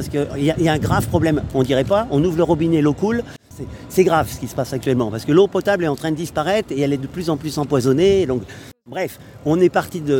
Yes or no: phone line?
no